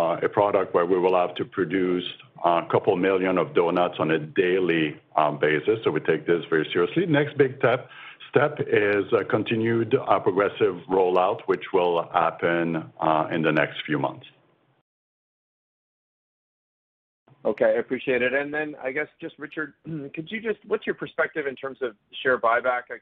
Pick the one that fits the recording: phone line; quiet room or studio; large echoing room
phone line